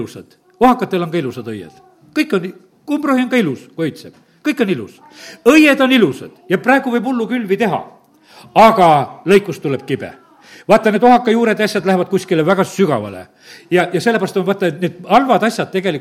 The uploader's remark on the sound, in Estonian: Audio salvestus koosolekult